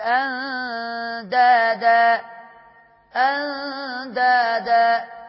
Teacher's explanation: أندادا هنا معانا النون الساكنة بعديها دال، هيبقى إخفاء حقيقي.